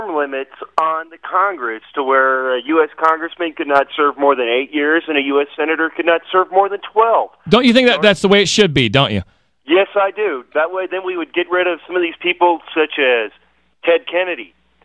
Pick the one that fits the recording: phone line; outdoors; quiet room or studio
phone line